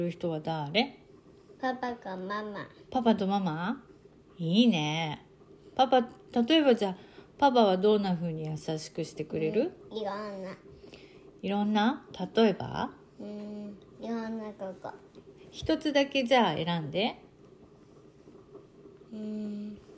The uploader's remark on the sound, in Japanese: 日本から私の住むアメリカ東海岸に遥々遊びにくてくれた「特別ゲスト」との素敵な時間を残したくて収録に臨みました。録音を聞きかえすと、背後には、私がカレーを煮込むお鍋からの音が聞こえます。